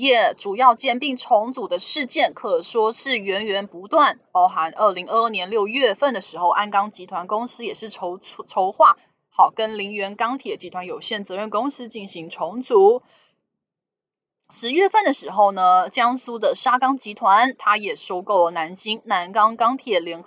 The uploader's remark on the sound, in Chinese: 本集有些許雜音，已亟力避免，如有察覺請多多包涵